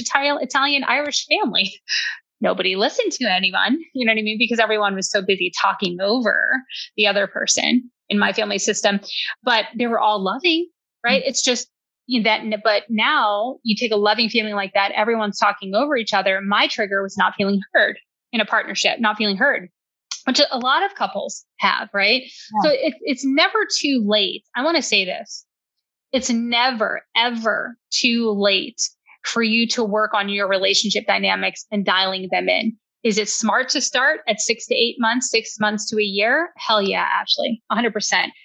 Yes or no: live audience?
no